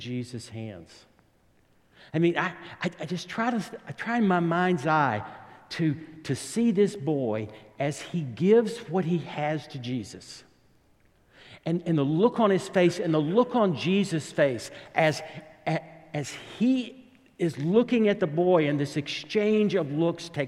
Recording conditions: large echoing room